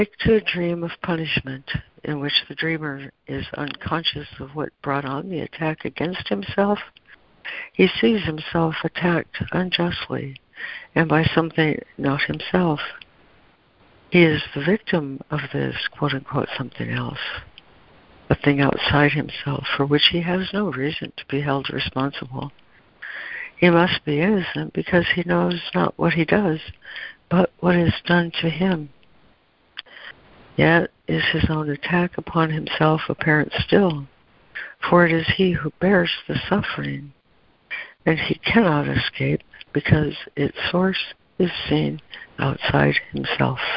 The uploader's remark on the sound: ACIM Daily Conference Call